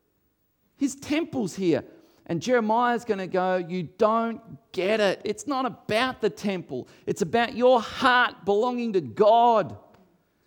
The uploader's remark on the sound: recorded before a live audience